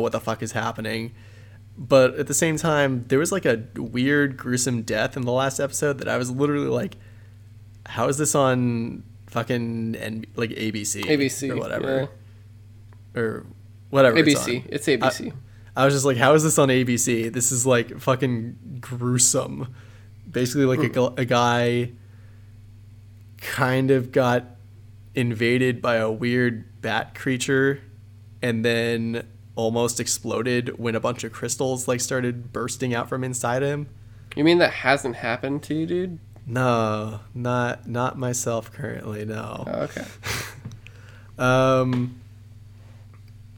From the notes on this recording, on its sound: pardon the humming and some audio peaks